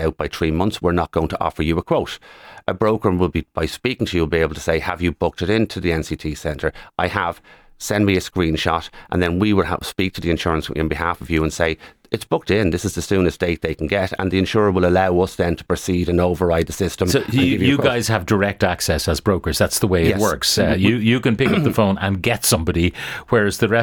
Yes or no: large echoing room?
no